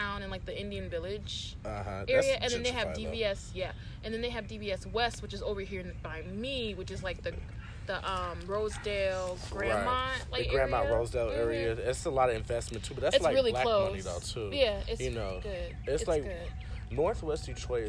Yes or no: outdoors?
yes